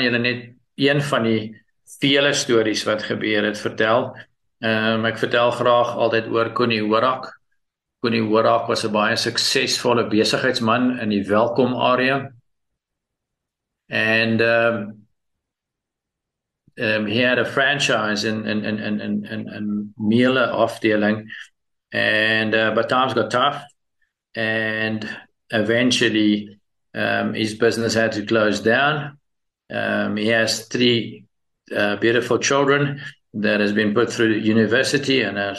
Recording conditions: video call